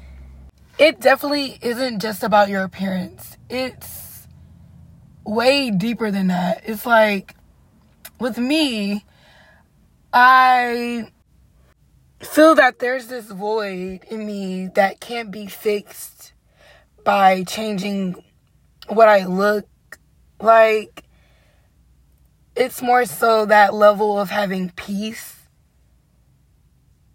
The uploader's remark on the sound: I sat in my car at 1:00 am recording an episode